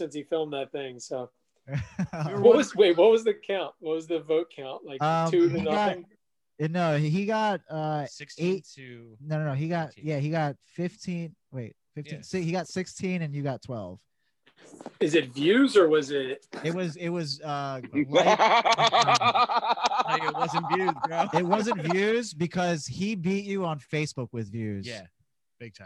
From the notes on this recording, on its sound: The boys are back with our THIRD ANNUAL open mic rumble, but now on zoom!